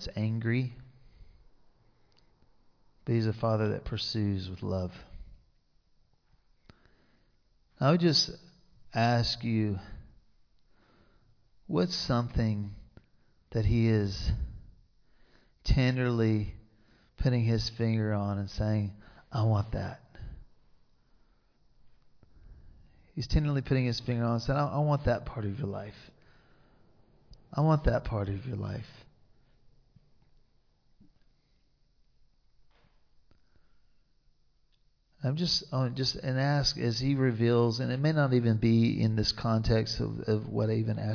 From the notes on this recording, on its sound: Recorded live in Liberty Church on 5 March 2023